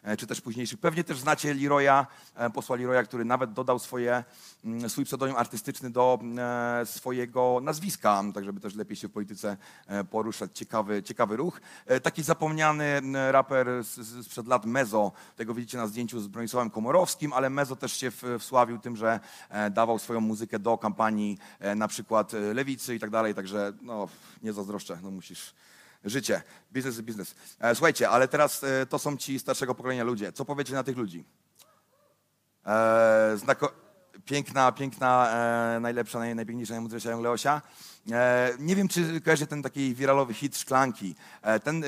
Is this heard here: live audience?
yes